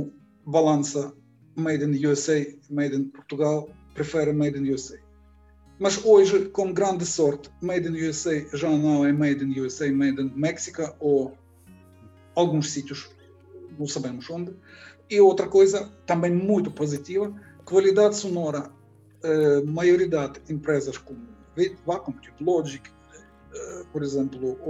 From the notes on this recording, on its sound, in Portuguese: este episódio foi gravado através de videoconferência e sofre, por isso, de alguns problemas em termos de qualidade sonora.